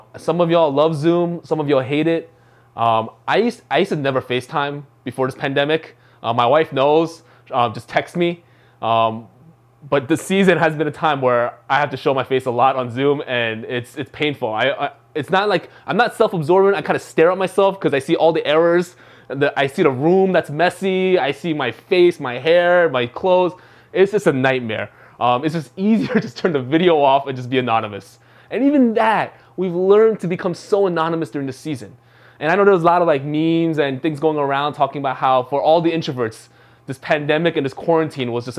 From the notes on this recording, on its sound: from the February 21, 2021 Live Worship Service